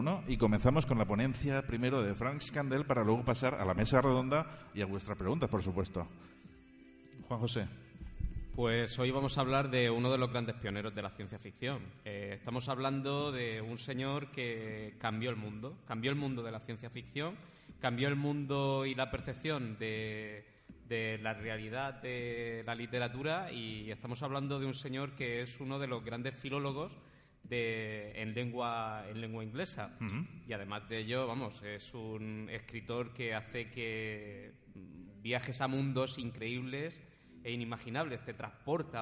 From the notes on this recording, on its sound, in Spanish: grabado el pasado viernes 5 de Abril en el Auditorio del Centro Cultural Puertas de Castilla de Murcia